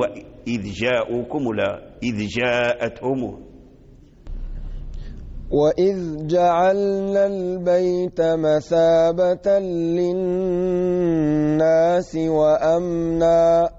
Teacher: لابد أن تخرج الذال من مخرجه ثم ترجع إلى الوراء، لأن الجيم وراء الذال · Term: بيان ذال عند الجيم